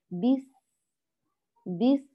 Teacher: ننتبه لرخاوة الحرف وهمسه وصفيره، ولا بد أن يجري الصوت ويجري النفس